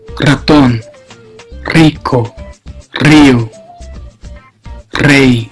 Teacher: Cuando se articula al inicio de palabras es fuerte y vibrante.